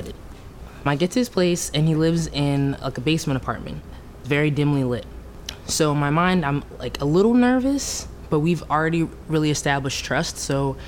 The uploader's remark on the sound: Recorded at the touchpoint town hall in NYC on July 10, 2018 at The Assemblage Nomad.